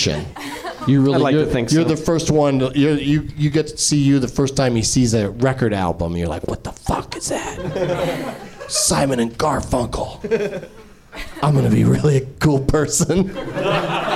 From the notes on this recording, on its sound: Live from the NerdMelt Showroom in LA